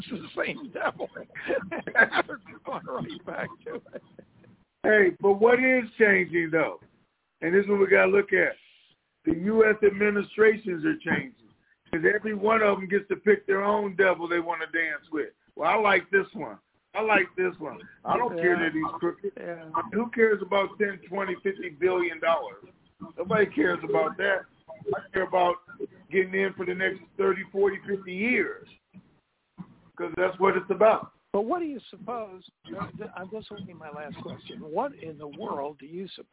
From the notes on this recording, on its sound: TNTSuperfantastic Conference Call